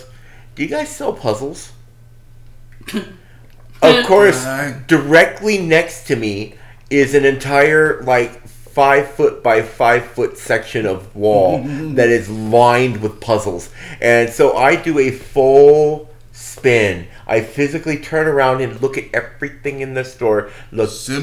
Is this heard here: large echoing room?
no